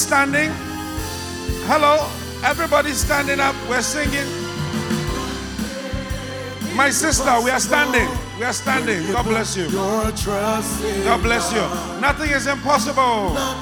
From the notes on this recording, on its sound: Preached at The Attempt Great Things For God Service, First Love Center. Accra.